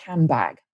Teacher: instead of having a nd, we now get a m. So we get a handbag.